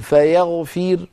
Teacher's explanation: نحو فيغفر، عند الوصل الراء مفخمة لأنها مضمومة، لما نقف بالسكون فيغفر، نقف بترقيق الراء لأن الراء قد صارت ساكنة وقبلها كسرة فهي مرققة. وإن وقفت بالإشمام يعني قلت فيغفر ثم ضممت شفتي من غير صوت، أيضا الراء مرققة لأن الإشمام حكمه حكم الوقف.